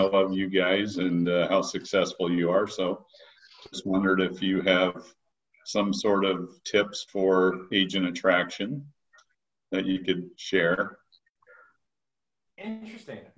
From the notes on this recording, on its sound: A live Q&A inside of a public zoom room.